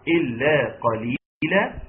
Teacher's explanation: وتشديد اللام والمد الطبيعي بتاع قليلا